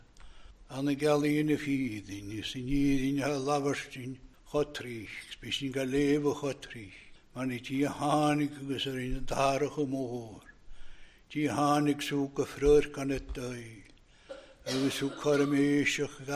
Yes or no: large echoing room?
yes